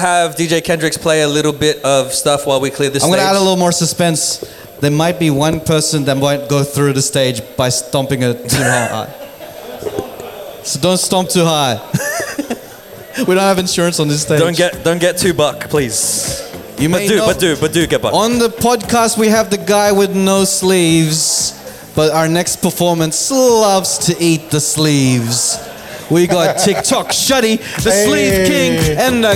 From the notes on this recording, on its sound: LIVE at WestSYDe Markets. This episode we are LIVE infront of an audience in WestSYDe Markets in Common House Studios at Glendenning.